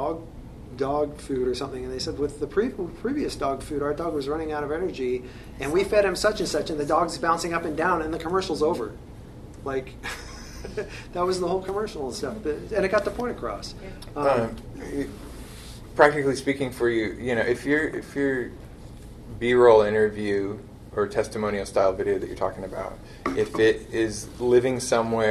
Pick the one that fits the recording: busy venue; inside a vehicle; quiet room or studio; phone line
busy venue